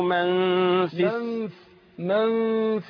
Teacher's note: من في مع الغنة حركتين